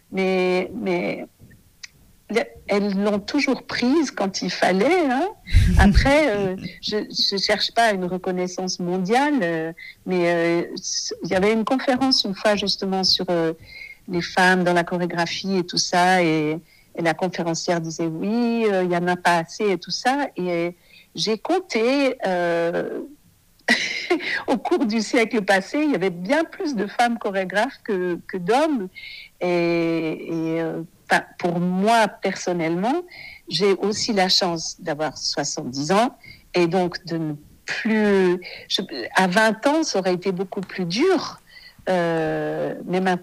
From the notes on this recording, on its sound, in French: Cet épisode a été enregistré par téléphone